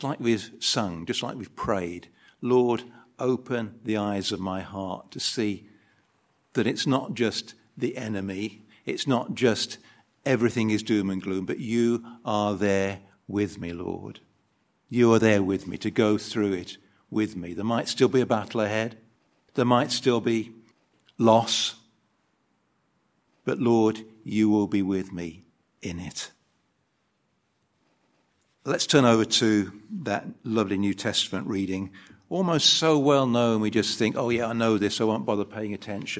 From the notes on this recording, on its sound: An edited video recording of the Sunday service.